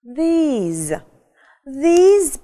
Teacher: В единственном числе будет this, краткий звук и, и заканчивается на с, на глухую. Во множественном числе звук и уже будет долгий и заканчивается он на з, на звонкий звук. · Term: долгий звук «и»